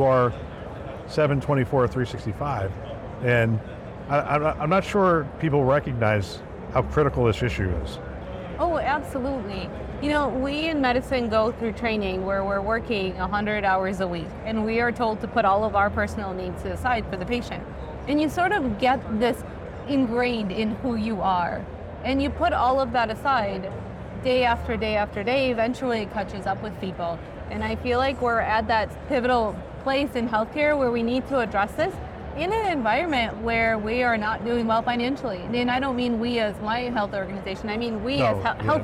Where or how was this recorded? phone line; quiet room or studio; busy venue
busy venue